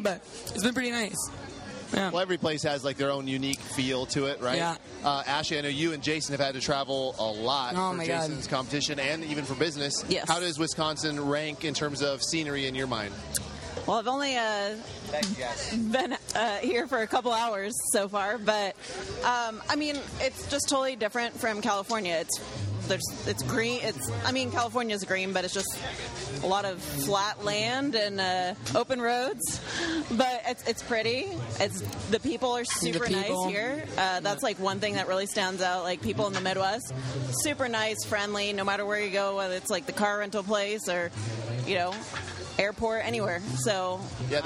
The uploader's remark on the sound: while at the CrossFit Games